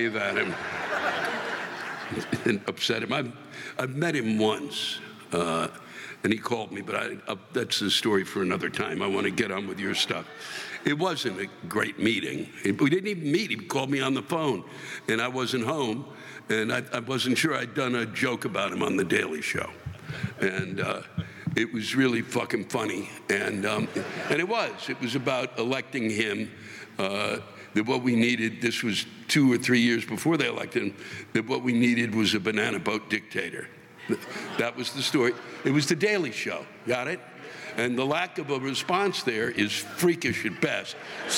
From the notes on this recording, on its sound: This week’s live rants come from the Raymond F. Kravis Center for the Performing Arts Center in West Palm Beach, Florida and the Hard Rock Live in Orlando, Florida.